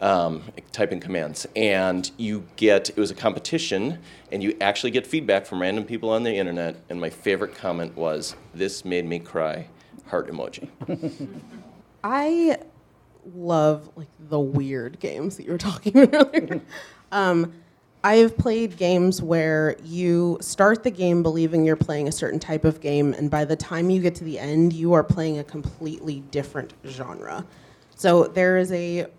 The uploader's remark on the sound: Live from the Unbound Book Festival in Columbia, Missouri. All three authors read from their work.